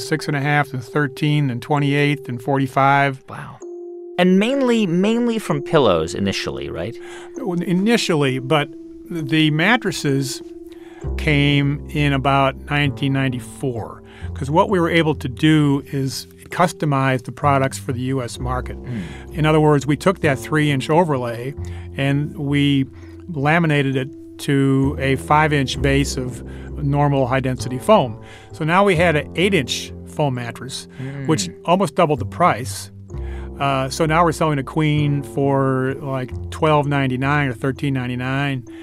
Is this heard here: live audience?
no